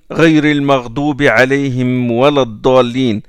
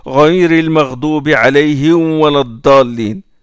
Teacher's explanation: le mime الجمع bien prononcé puis le waw juste après · Shown in: first take